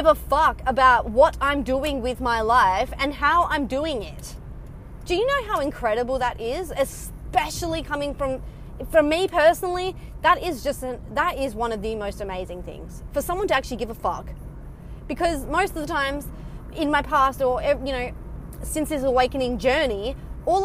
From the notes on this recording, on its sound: Casual chats while driving home from work